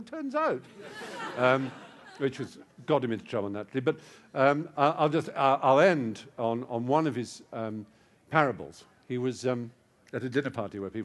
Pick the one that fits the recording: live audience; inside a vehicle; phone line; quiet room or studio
live audience